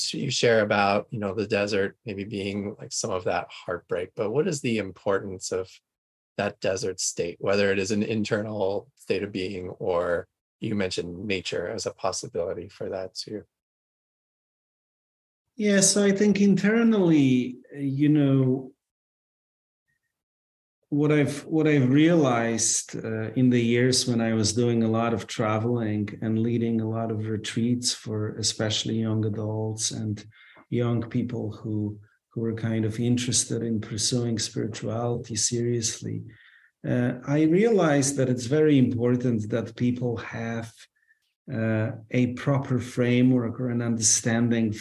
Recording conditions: video call